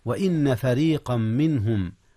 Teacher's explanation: يعرفون أبناءهم، وإن فريقا منهم، جاء الإدغام هنا يا أستاذنا، إدغام تنوين فريقا في ميم منهم، فريقا منهم إدغام بغنة، وإن فريقا منهم، وكذلك رققت الراء لأنها مكسورة